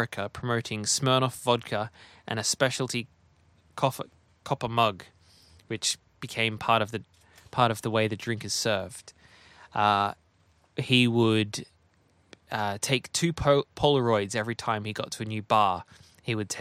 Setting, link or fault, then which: setting, inside a vehicle